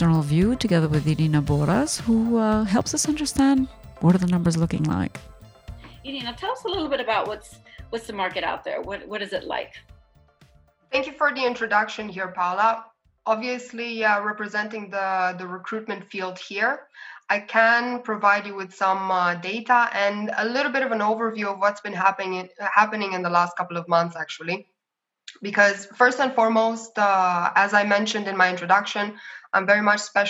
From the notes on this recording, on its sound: It is actually the recording of a live session that we had on October 9th, Friday, October 9th, where we were joined by about 28-30 participants in a Zoom call.